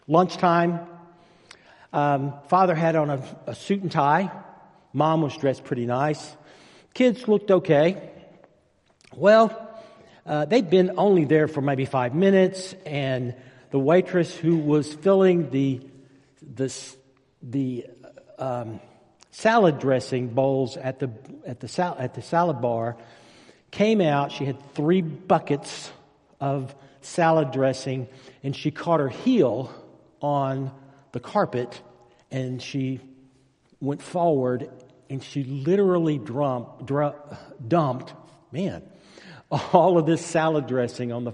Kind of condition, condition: setting, large echoing room